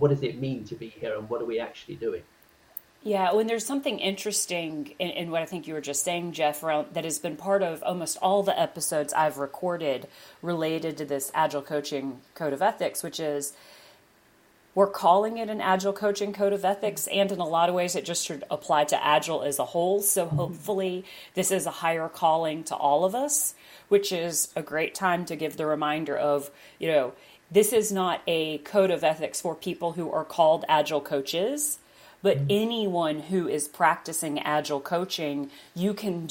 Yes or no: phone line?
no